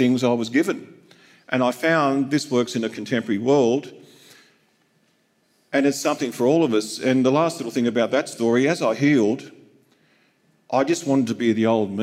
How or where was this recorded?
live audience